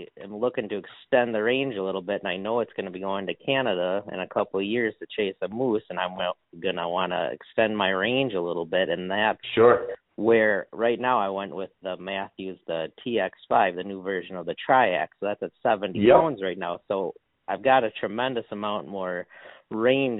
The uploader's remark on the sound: live listener calls